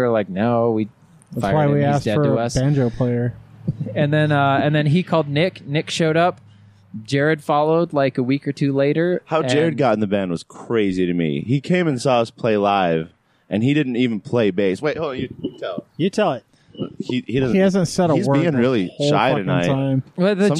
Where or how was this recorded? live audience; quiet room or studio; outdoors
outdoors